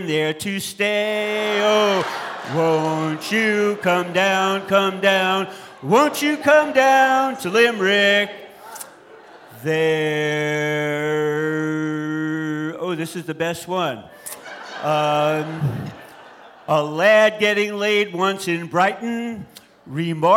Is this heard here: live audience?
yes